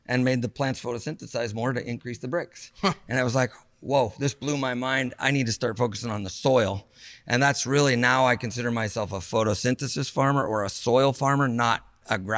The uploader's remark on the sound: Annual Stemple Creek BBQ Classic. The only podcast to record at this soon to be famous event. The Stemple Creek Ranch, a certified organic ranch raising grass fed cattle, lambs and free range Berkshire cross pigs that are raised in a large grove of Eucalyptus trees.